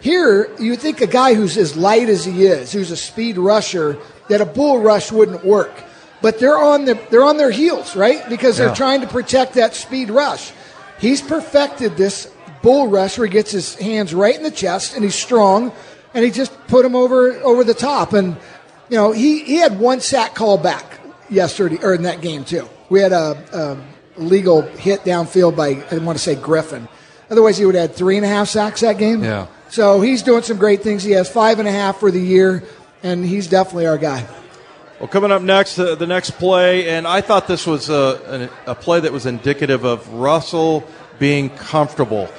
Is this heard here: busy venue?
yes